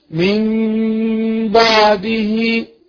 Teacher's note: النون في كلمة من بعده تقلب إلى ميم مع الغنة بمقدار حركتين